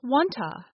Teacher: The vowel sound in to, oo, gets reduced to another vowel sound, schwa, One to becomes wanta, The two t sounds drop off in fast speech, so wanta becomes wanna.